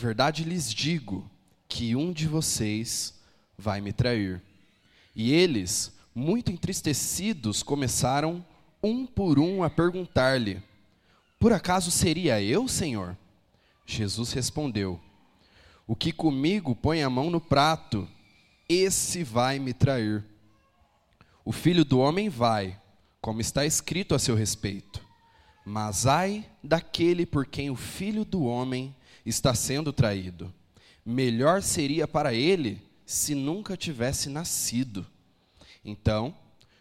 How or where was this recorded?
large echoing room